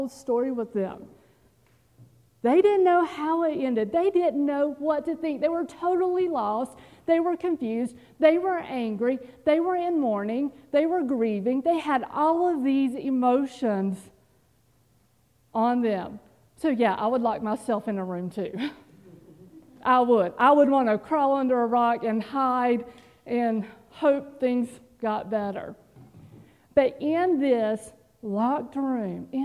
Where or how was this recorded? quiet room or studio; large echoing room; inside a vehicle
large echoing room